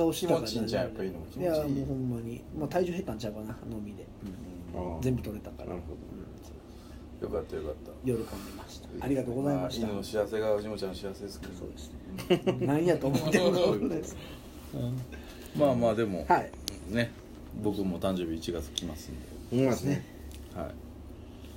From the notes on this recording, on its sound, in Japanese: 神戸、SPACE DOG!RECORD(お店)より。